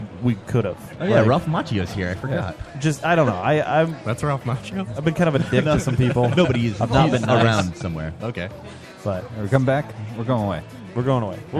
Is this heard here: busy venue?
yes